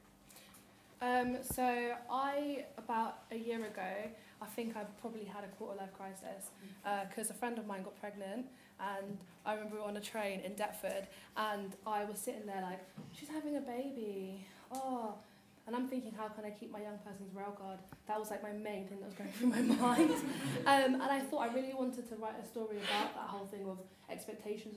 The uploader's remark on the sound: I met up and chatted to the creative team of Quarter Life Crisis at Ovalhouse as part of their post show Q&A.